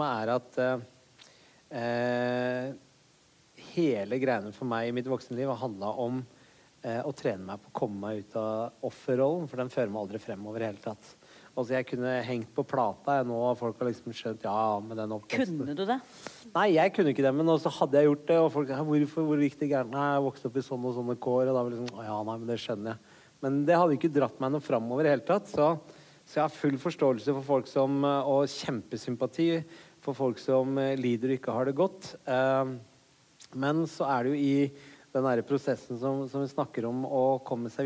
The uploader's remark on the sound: Live fra Vinterlysfestivalen i Mo i Rana.